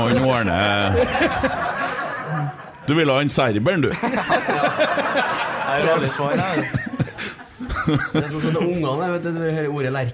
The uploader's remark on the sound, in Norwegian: Live pod fra Lerkendal.